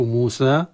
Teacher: عند الوقف نقف موسى بالمد الطبيعي الذاتي الأصلي بمقدار حركتين